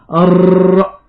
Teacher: طرف اللسان هو الذي يقطع طريق الهواء بالطرق على اللثة عدة طرقات فنسمع صوت الراء. · لا هو غلق تام ولا حتى هو تضييق، إنما هو طرق عدة مرات، فهو تكرير، وهذا ما يفسر وصف القدماء للراء بصفة التكرير.